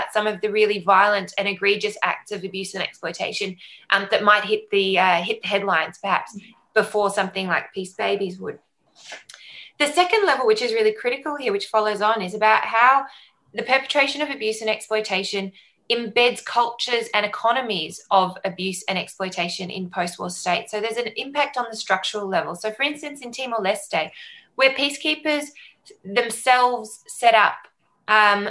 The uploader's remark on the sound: Recorded live as a webinar on 24th November 2020.